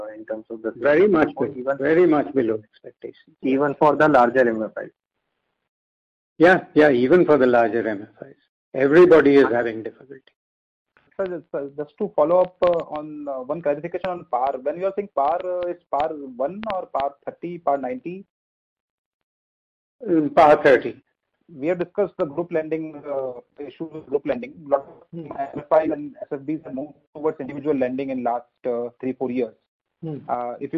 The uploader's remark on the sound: Conference call with M-Cril.